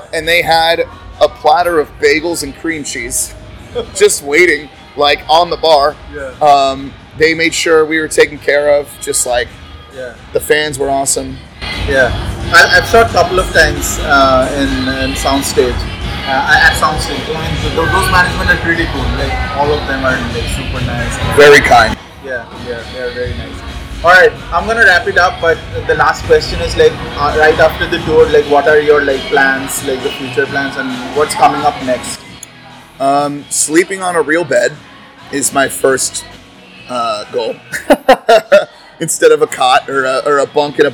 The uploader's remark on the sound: Excuse the background noise.